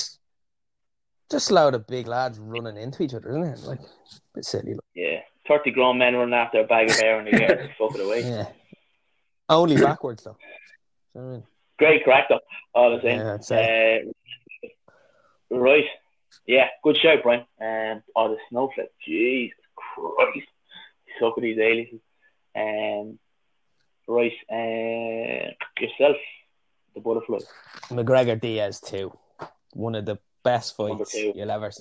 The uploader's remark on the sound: Apologies for some poor audio throughout owing to dropping signal during the call.